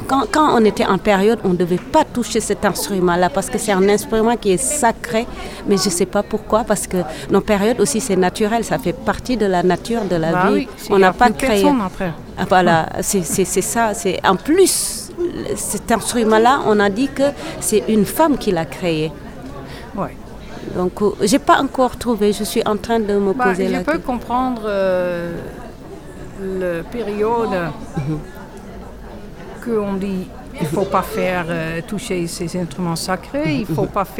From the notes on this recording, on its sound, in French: En Direct Du Forum A Ciel Ouvert. Entretiens exclusifs enregistrés au FORUM A CIEL OUVERT.